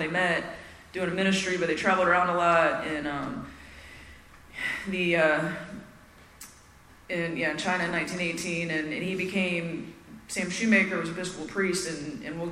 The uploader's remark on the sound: at the 7th Annual Spring Into Action Conference in Sanford NC on February 3 2024